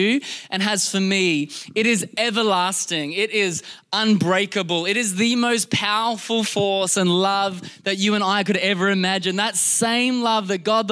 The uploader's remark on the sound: This was recorded in our Melbourne service on the 25th of December, 2022